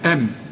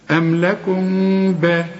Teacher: أم ميم ساكنة، لكم، الميم دي بقى بدون تشكيل ساكنة برضه، لكن بدون تشكيل بيجي بعدها به، بيحصل للميم دي إخفاء. إذن الميم الأولى أنا هقفل شفايفي أقول أم، إنما التانية يحصل انفراج في الشفايف، ما ضم الشفايف.